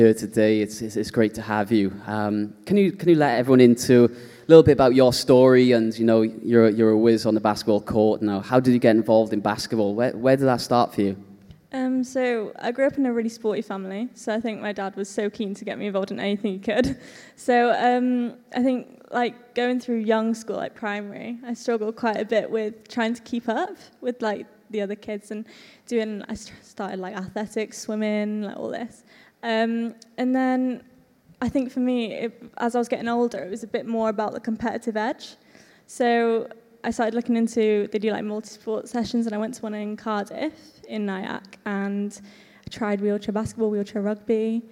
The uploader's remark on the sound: This episode was recorded as part of the Disability Sport Wales Disabled Young Leaders in Sport Inspiring Connections Event, that took place at the iconic Tramshed Cardiff.